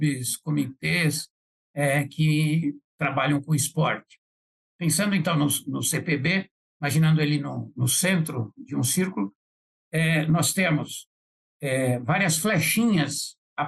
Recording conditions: video call